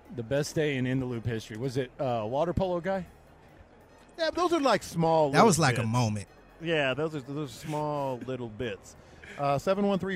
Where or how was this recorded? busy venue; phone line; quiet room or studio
busy venue